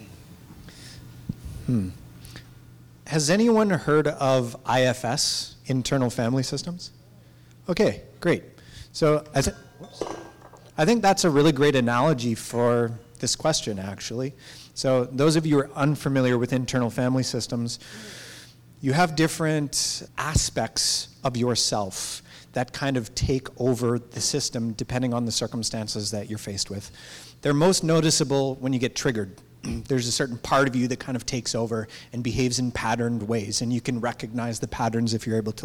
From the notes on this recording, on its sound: we will be sharing live audio from our recent Expansion Seminar event in Vancouver BC